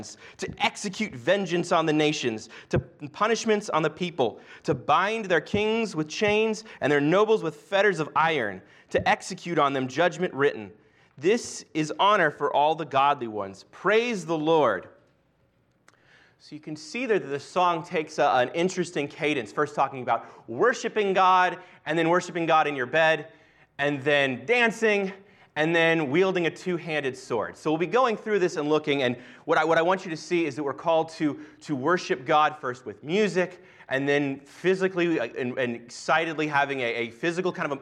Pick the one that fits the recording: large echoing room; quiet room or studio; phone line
large echoing room